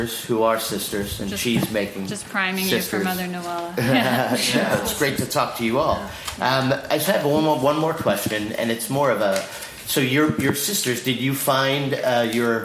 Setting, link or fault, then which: setting, busy venue